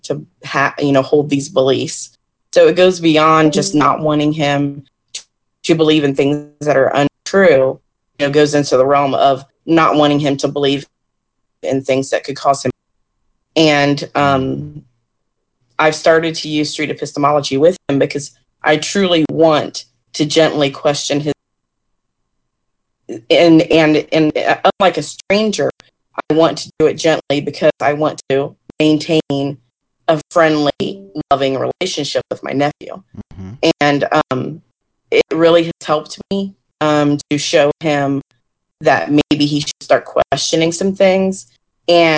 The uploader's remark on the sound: Location: ACA Discord Server. My apologies for the broken audio. I was unaware of the issue until after the event concluded. Recorded and Edited w/PowerDirector.